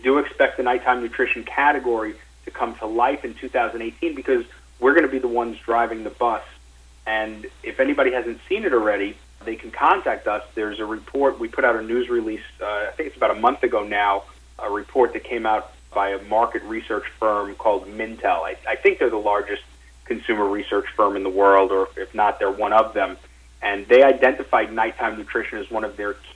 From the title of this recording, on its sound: NightFood Investor Conference Call